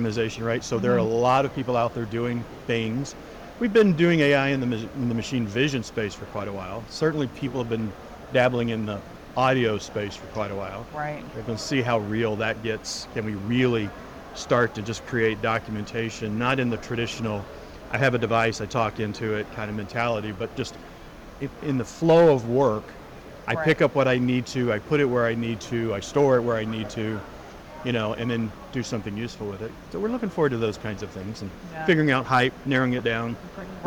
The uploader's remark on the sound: live from the 2023 CHIME Fall Forum